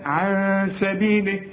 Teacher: النون بعد السين، السين رفيعة، الغنة كمان بتاعتها رفيعة